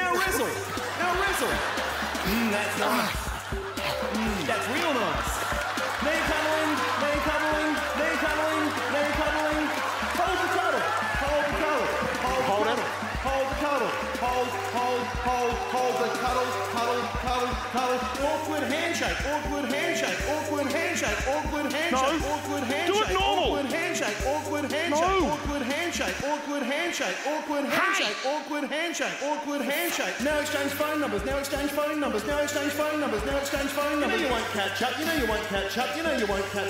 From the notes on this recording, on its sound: brings his surrealist humour to the 2013 Just for Laughs Festival in Montreal